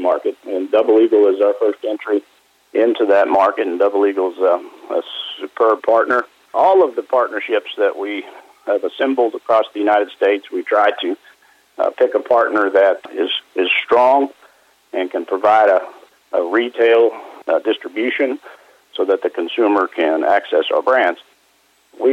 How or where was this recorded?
phone line